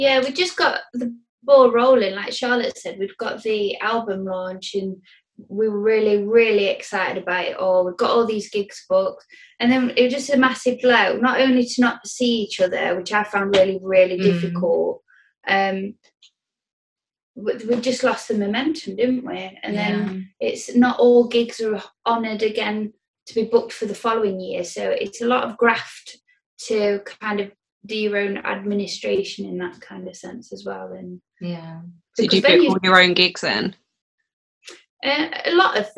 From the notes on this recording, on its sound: Recorded on May 26th on Zoom